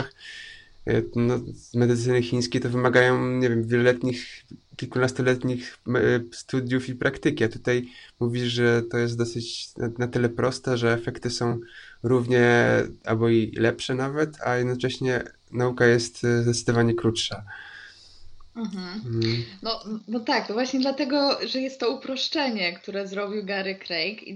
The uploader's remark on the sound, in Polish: Nagrania Audio webinarów.